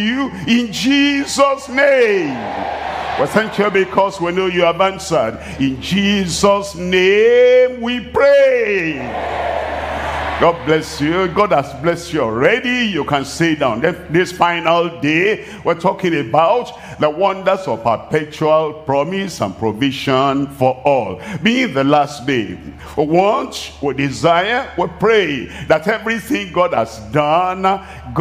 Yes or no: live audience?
yes